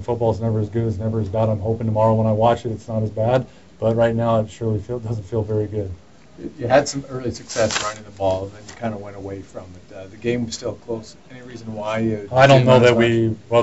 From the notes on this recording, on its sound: Here's the post game media scrum with Edmonton Eskimos head coach.